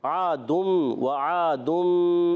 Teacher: عین ادا ہوتے حلق کے درمیان والے حصے سے